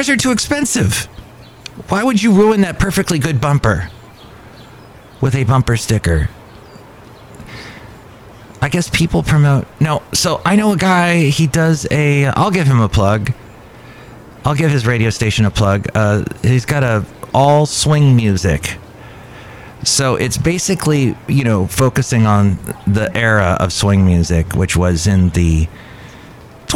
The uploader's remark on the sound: Podcasts live from Cafe Anyway.